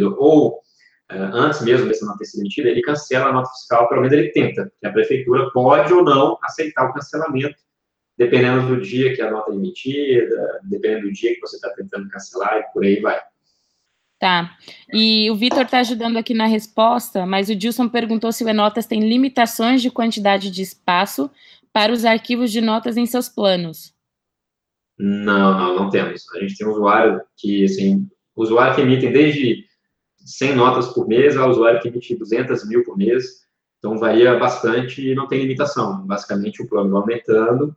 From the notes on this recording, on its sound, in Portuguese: Conteúdo produzido originalmente como webinar ao vivo da iugu